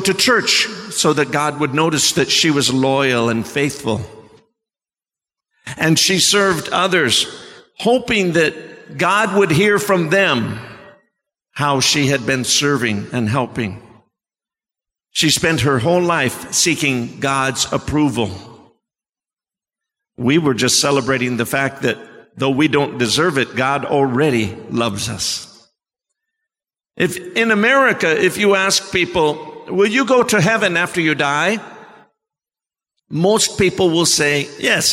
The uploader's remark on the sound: Sermon preached at CBC Shiashie Campus.